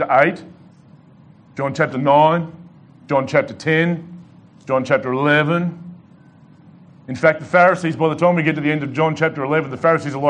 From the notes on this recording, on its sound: Delivered to The Rock Christian Church.